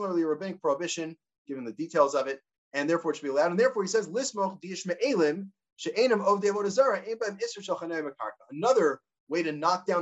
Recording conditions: video call